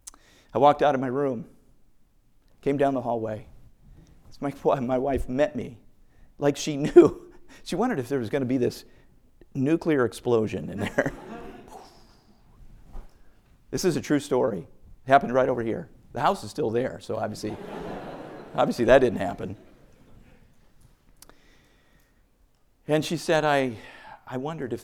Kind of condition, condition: setting, large echoing room